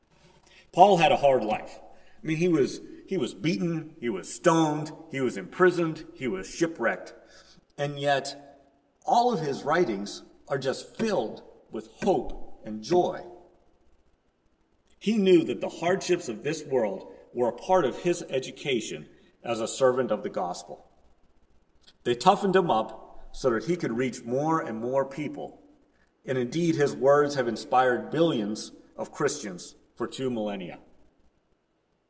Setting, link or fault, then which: setting, large echoing room